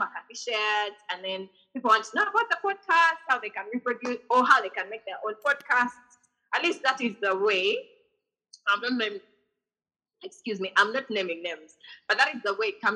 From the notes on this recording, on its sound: We hosted this episode via zoom